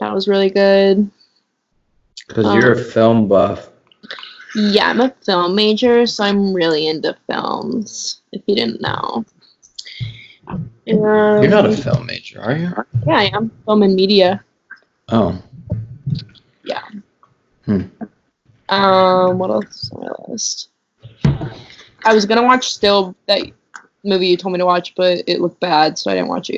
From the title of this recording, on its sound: Skype Session